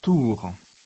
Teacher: この時、舌の先は舌の歯茎の根元に押し付けます